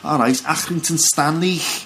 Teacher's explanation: the interesting things in Liverpool are that there's that kh sound